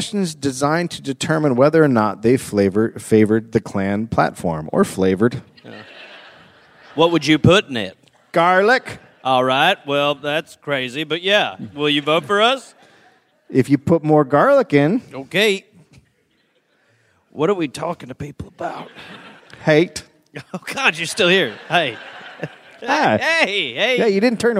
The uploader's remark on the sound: Live in Indianapolis